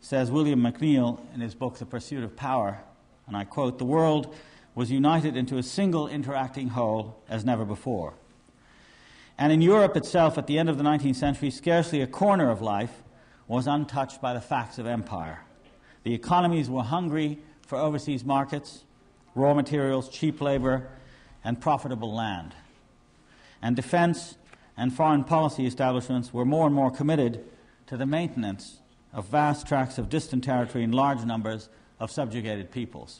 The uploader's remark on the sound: conference at York University, Toronto (1993)